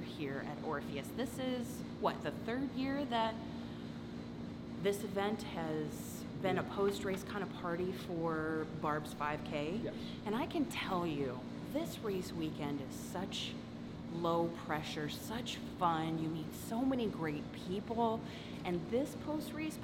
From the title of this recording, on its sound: Instagram Live from Orpheus Brewing